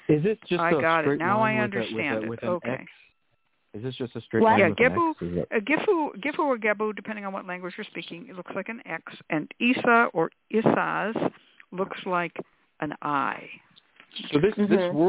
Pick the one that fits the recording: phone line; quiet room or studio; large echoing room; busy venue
phone line